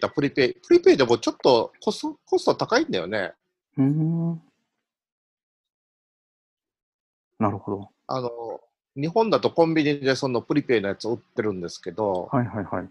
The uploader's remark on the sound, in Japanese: ZoomでおしゃべりG.W版。Zoomを有償版にアップグレードした方がいいかなぁ～。